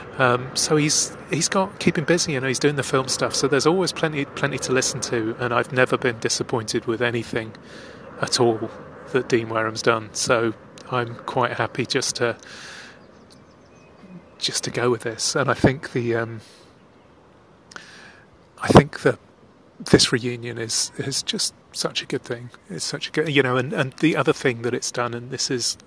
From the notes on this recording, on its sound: I headed to The Thames at lunchtime and sat on the steps leading down to the river, and talked into my phone.